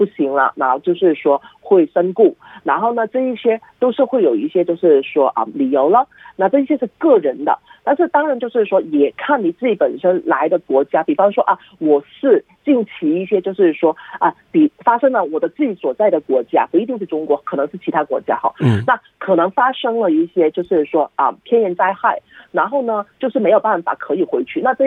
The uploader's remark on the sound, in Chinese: 回放热线录音